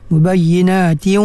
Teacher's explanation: Adapun yang satu lagi, tanwin bertemu dengan waw, idgham ma'al gunnah naqis, maksud naqis tu kurang, dia tak masuk secara sempurna, mubayyinatin, dia masih lagi mengekalkan gunnah, gunnah pada tanwin itu, duduk dekat tanwin itu, tak masuk pada waw lagi